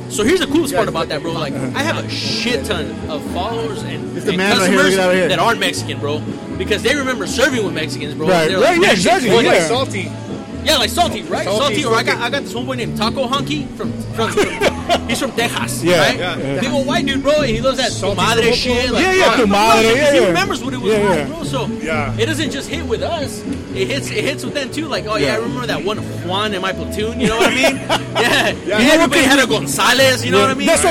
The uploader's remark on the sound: The ArmBar Podcast spent Memorial Day paying tribute to the memory of those who've paid the ultimate sacrifice and in support of veteran entrepreneurs at "Bastards 6th Annual Memorial Day Street Festival".